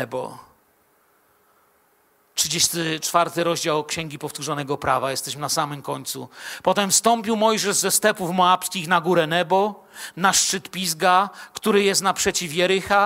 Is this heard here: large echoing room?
yes